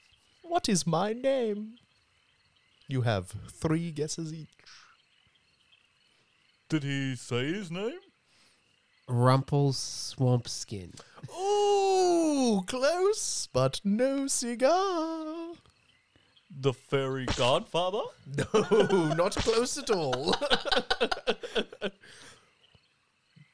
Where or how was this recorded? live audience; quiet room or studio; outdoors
outdoors